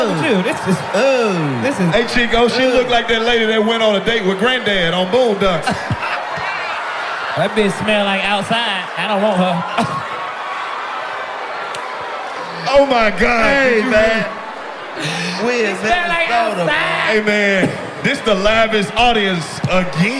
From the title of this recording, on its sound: Live From The Minneapolis Comedy Festival